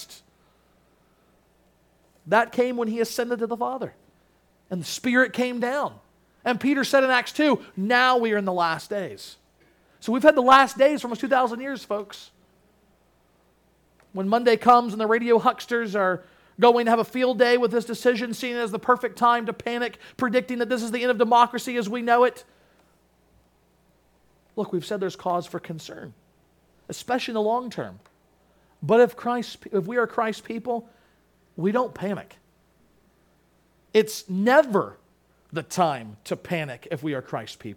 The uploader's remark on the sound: Sermon Audio from Crossway Christian Church